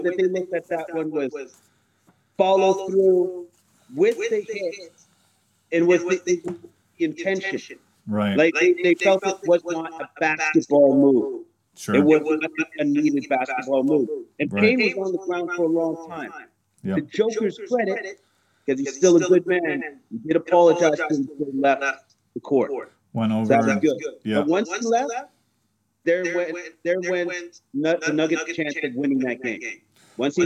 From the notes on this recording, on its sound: There are audio issues that we are aware of and trying to fix